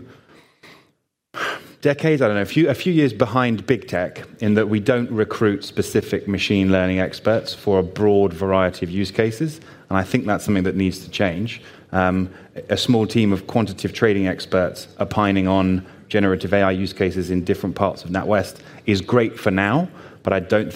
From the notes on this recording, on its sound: This panel session at FinJS.